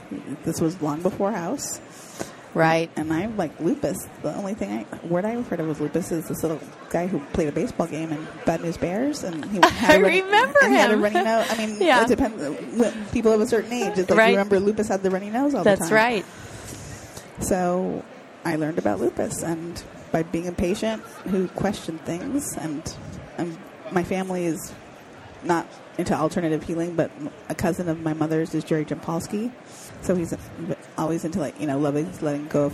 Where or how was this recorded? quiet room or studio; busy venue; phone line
busy venue